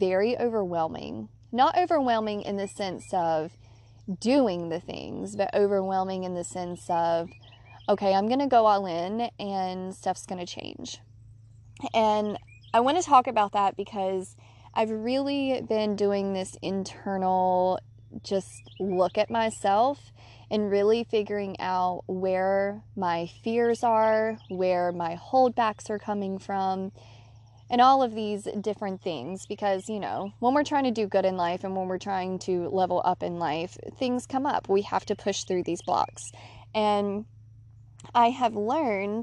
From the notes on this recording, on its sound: I recorded this episode on a whim while laying on my back deck under the sun.